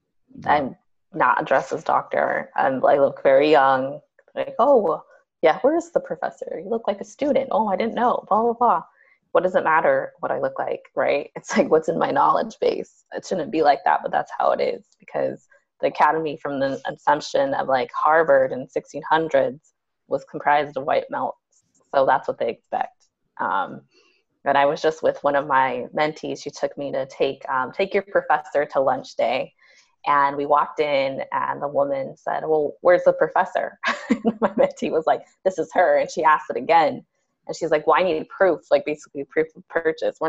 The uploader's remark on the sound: On this episode, I Zoom